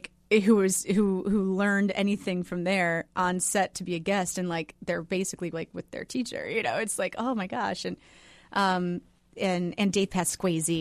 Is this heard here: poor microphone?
no